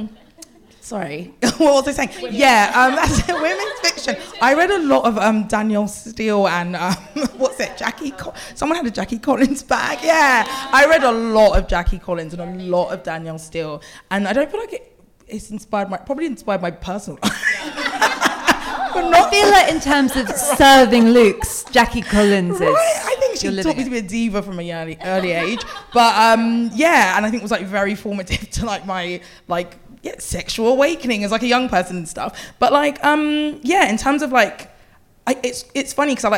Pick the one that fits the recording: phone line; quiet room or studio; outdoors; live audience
live audience